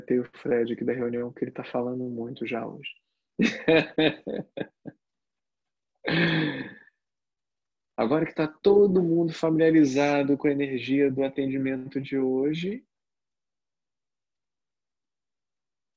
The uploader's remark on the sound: Online via Zoom